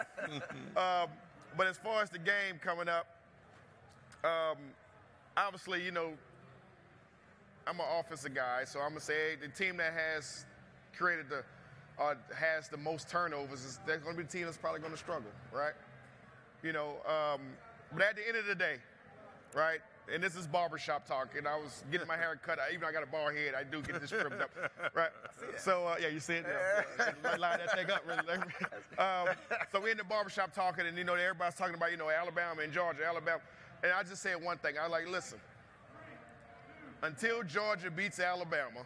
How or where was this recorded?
busy venue